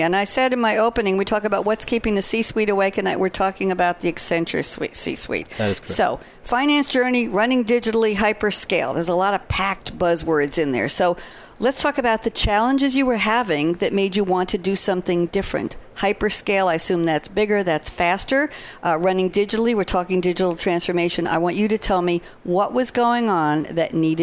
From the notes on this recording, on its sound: Wrapping up the Live event with Thought Leader live at SAPPHIRE NOW 2017.